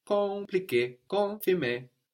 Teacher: The M is kind of swallowed into the vowel before